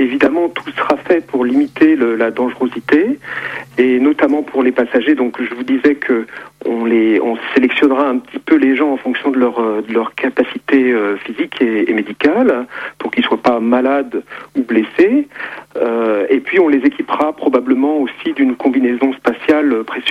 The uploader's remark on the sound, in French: par téléphone